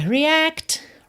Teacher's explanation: Esse T final de react pode aparecer mais, menos ou nada.